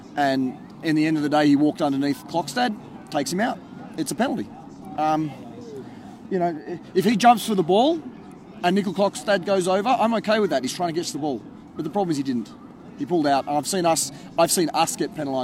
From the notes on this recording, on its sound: were at Canberra Stadium for The Greenhouse Live in Round 21